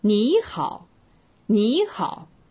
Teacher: 当有两个三声存在的时候呢，第一个是变为了二声